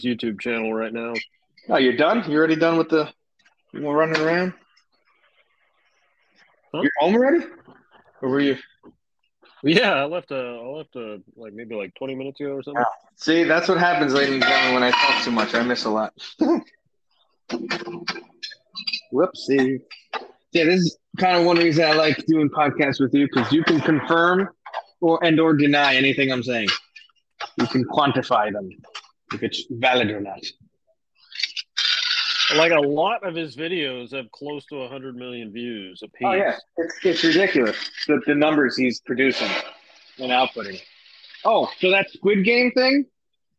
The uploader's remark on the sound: Excuse the background noise one of us is at work and one of us is skating outside.